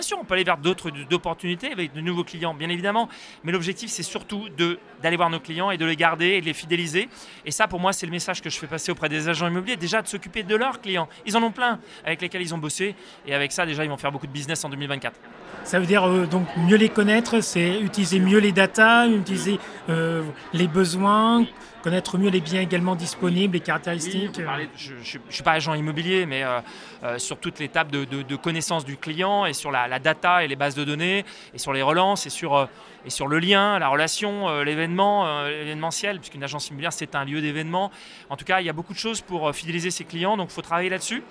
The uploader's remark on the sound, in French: Ce podcast a été enregistré à Immo, le congrès de la FNAIM à Paris, les 4 et 5 décembre 2023.